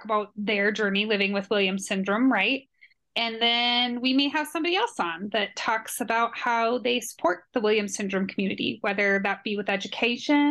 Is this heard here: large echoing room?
no